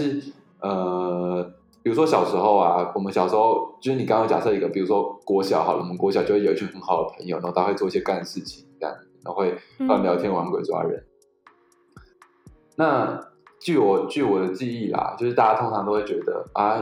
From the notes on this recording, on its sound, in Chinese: 音質很差